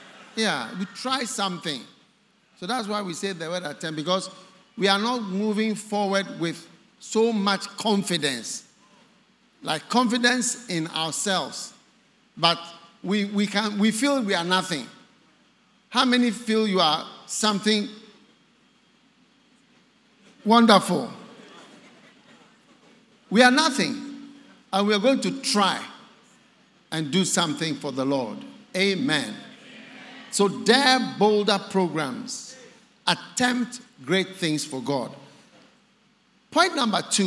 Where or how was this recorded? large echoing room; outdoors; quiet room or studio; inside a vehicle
large echoing room